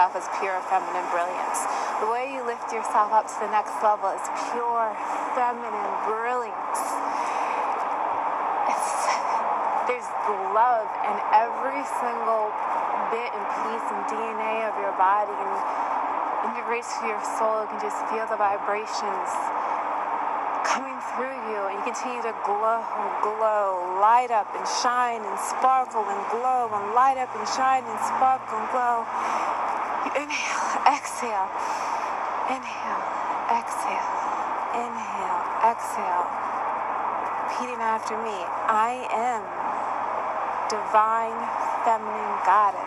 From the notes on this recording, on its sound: The outlet mall. Where I recorded this message which is why you hear the wind, it's an outside mall.